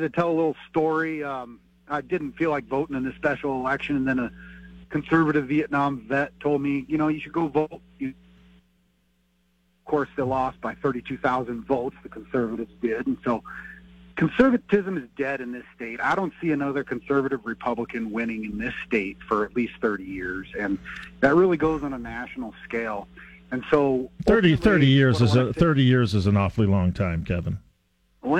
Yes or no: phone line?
yes